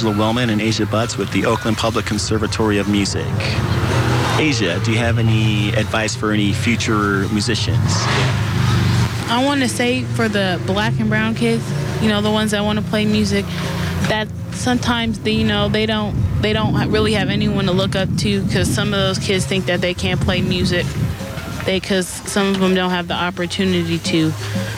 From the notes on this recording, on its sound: Interviews from the Malcolm X JazzArts Festival held in San Antonio Park in Oakland.